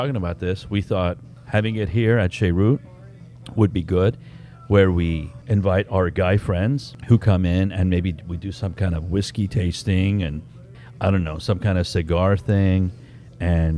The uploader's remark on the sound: On location at Che'root, where it all started!!